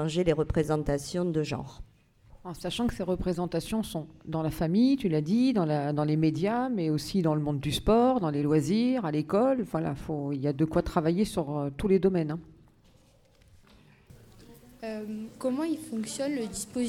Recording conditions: live audience